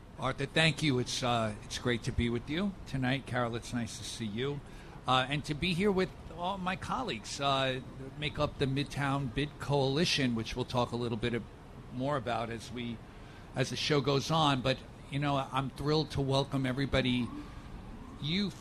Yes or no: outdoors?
yes